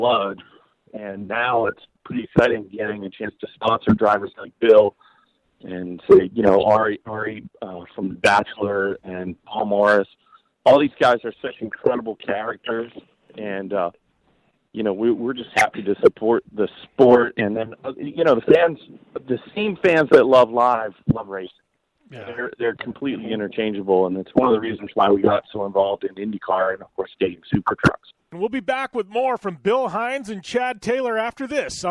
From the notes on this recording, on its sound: is on the line